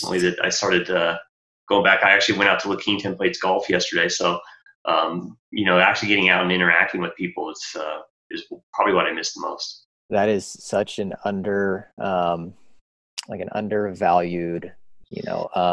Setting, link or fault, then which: link, video call